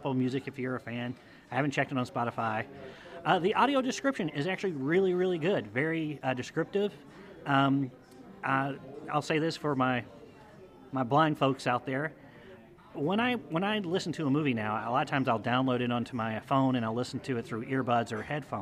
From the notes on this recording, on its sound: Heads to a local Irish pub. This episode was recorded in front of a live audience.